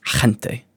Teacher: it's kind of like a H sound, but it's kind of more guttural.